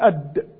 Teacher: ومخرج الدال من طرف اللسان وأطراف الثنيتين